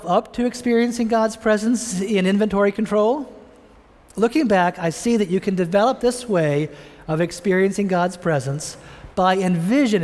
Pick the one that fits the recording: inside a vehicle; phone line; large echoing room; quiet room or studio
large echoing room